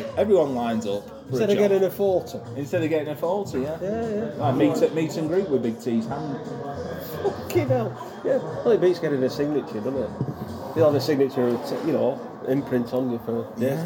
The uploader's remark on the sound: GCP Podcast goes to Preston to see PCW Road to Glory 2022. The sights and sounds of the City.